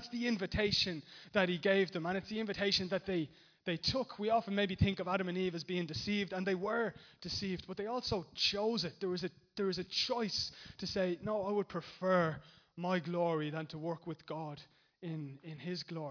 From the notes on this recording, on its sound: Recorded live in Liberty Church on 8th September 2019